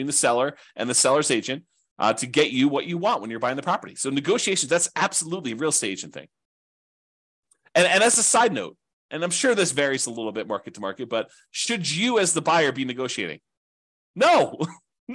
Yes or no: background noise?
no